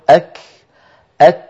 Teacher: وكنا نتكلم قبل الفاصل أن العرب كانوا يحبسون صوت الكاف والتاء في أول نطقهما وهو صفة الشدة، ثم يفرجون عن الحرف يعني يباعدون طرفي المخرج فيتدفق نفس وليس صوت · الكاف والتاء فيهما صفة الشدة في أولهما وهي انحباس الصوت، وفيهما صفة الهمس في آخرهما وهي جريان النفس